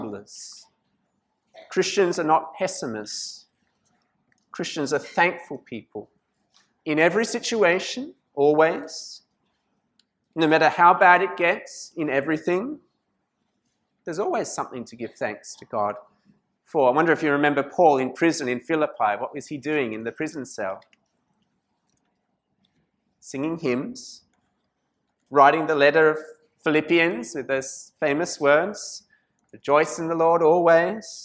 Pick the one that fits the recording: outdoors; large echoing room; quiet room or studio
large echoing room